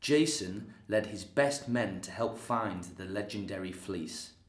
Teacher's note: Occasionally you hear it as ing, sometimes you'll hear it as in, and of course a dark L all the way through